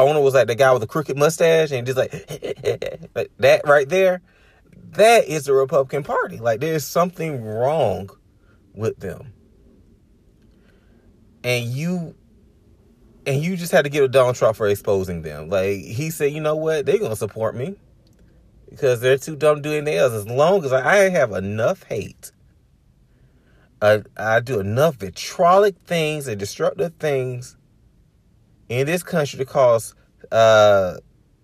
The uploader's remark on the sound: Chilling in the car and having random thoughts about the upcoming year.